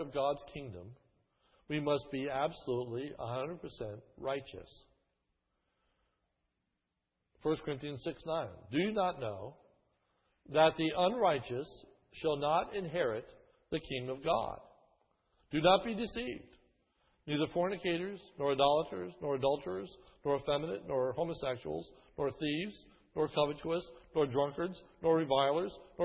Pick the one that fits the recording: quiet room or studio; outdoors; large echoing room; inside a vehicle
large echoing room